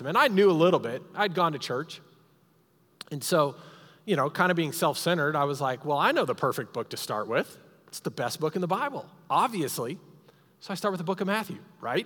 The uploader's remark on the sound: Recorded live during our Sunday morning service